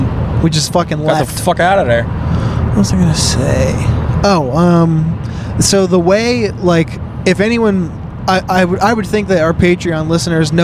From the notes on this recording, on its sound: Road pod. On the way home FROM Are You Garbage live at Magooby's (Baltimore).